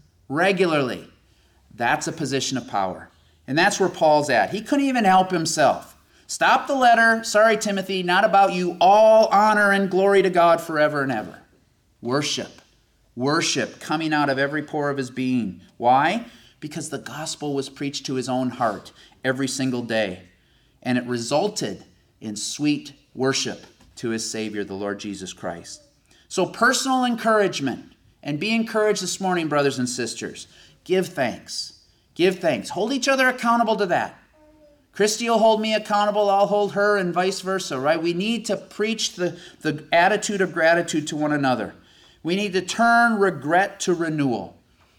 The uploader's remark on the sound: This sermon was delivered IN PERSON since the beginning of the Corona Virus pandemic.